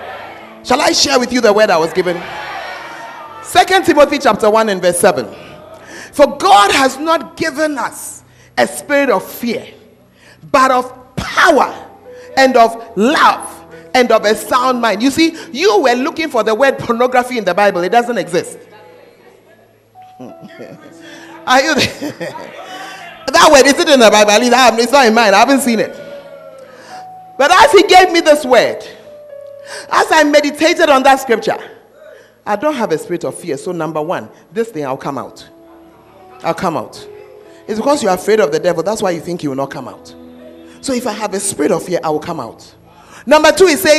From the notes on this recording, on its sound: Preached At The Fountain Of Life Cathedral